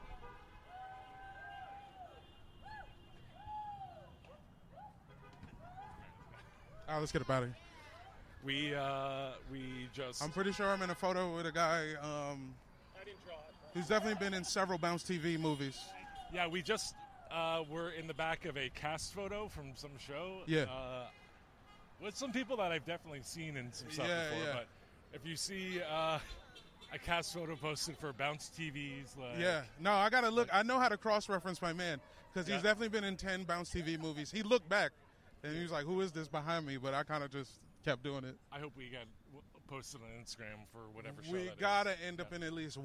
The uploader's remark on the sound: live from the picket line at Netflix on Wednesday, July 26